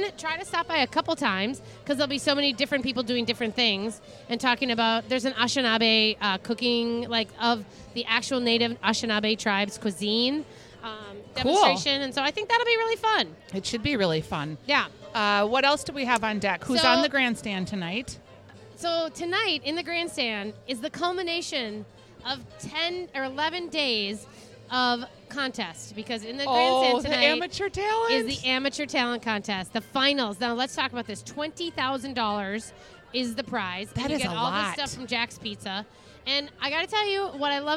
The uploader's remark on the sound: Live from The Grandstand and the Crop Art Exhibit at the Minnesota State Fair. They also visit the Crop Art Exhibit in the Ag Hort Building. At the Ball Park Cafe.